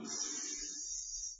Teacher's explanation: الحرف السين حرف مهموس ممكن أن نكرره